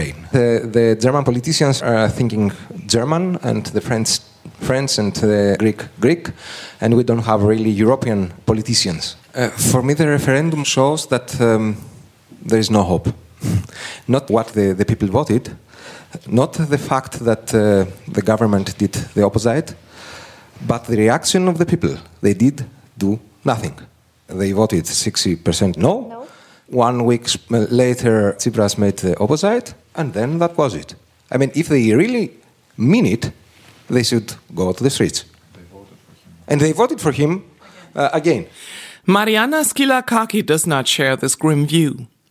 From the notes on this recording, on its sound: At a panel discussion at Friedrich Ebert Stiftung Berlin